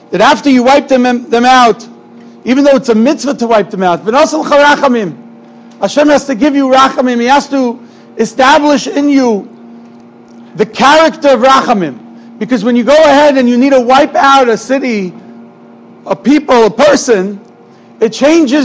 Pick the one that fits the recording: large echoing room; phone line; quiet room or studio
large echoing room